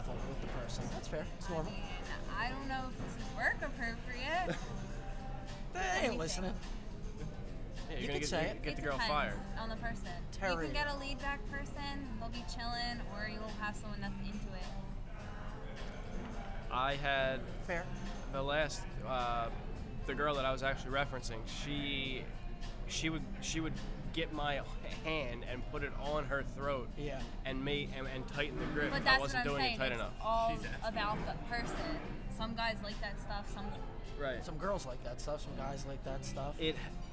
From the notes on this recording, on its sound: LIVE from Tilted Kilt. We are LIVE from the Tilted Kilt! A couple lovely Tilted Kilt waitresses.